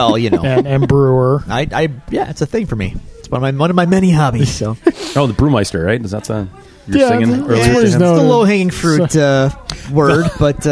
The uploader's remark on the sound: live from Iron Buffalo Comics, Games, and Coffee